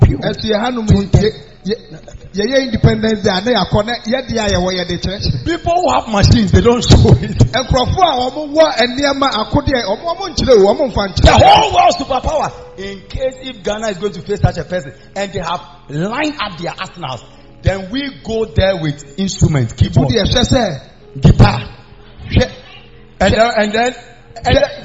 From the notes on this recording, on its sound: Preached At The Miracle Arena